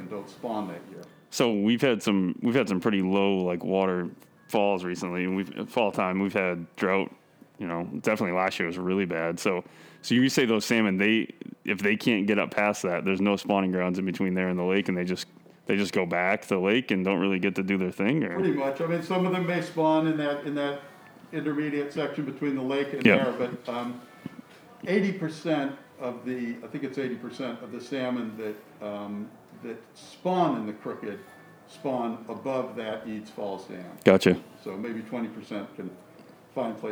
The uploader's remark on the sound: Live from the Sebago Trout Unlimited's Castaway for Conservation Event